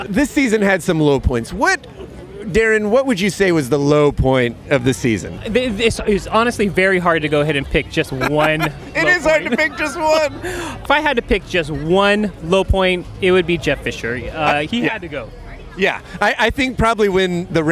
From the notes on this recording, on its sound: The Rams were home in their season finale so that means the guys were on the South Lawn before the game to record the show from the tailgate!